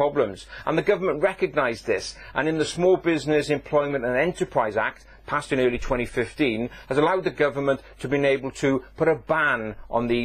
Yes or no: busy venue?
no